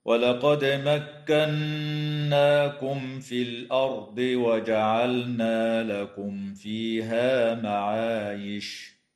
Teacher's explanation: تقلقل الدال في كلمة ولقد، وتغن النون المشددة في كلمة مكناكم، وتظهر الميم الساكنة عند الفاء في قوله تعالى مكناكم في، وكذا في قوله تعالى لكم فيها، وتظهر لام الفعل في كلمة وجعلنا، ويجوز الوقف على كلمة معايش من قبيل الوقف الكافي.